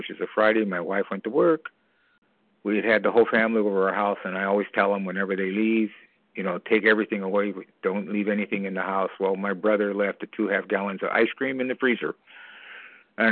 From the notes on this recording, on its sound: from the 100 Pounders Phone Meeting, 5/28/23